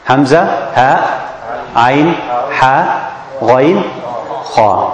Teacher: The second main makhraj is al-halq, the throat.